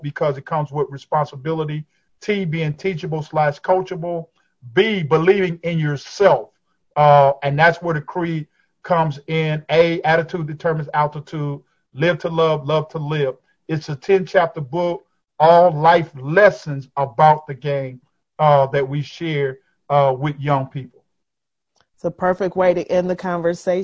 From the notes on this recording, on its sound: over Zoom